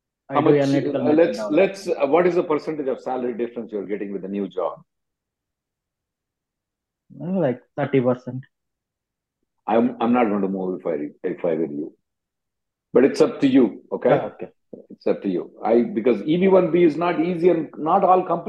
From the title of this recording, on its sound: Conference Call